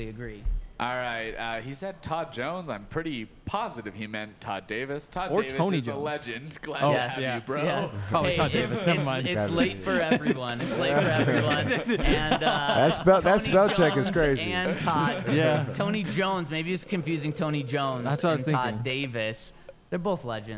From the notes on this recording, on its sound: coming to you LIVE from the DNVR Bar